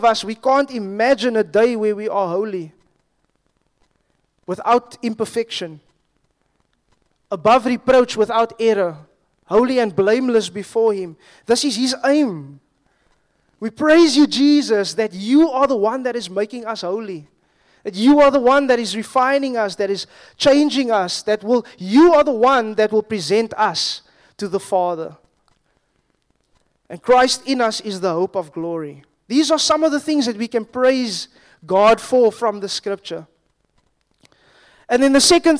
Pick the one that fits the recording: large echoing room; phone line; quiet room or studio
large echoing room